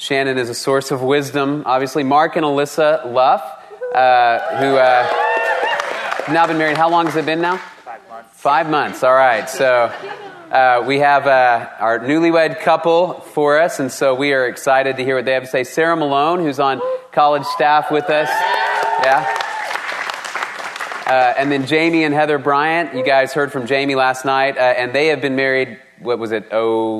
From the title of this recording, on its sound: Panel Discussion and Q&A